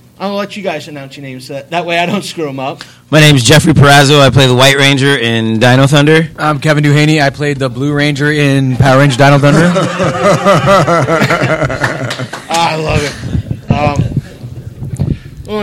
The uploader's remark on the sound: A 2016 Power Rangers Four State Comic Con Panel